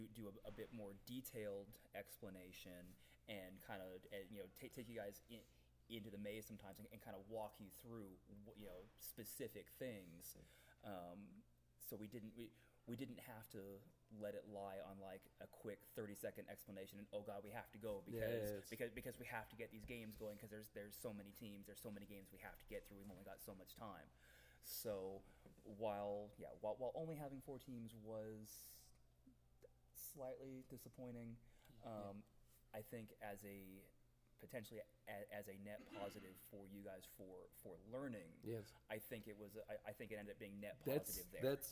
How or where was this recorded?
busy venue